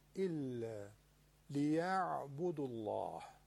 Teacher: لام تغلیظ میشه به خاطر ذمه ما قبل